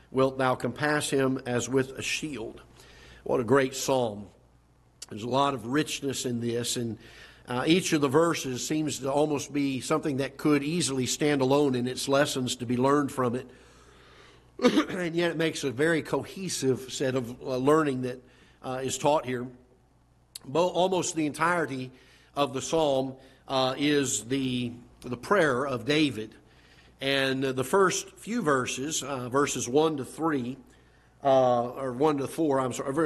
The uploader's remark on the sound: Ketha Heights Baptist Church ~ Live Broadcast